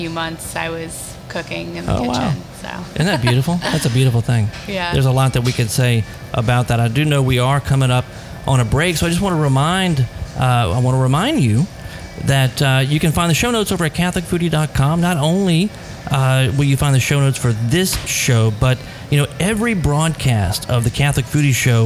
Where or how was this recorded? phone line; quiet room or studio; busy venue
busy venue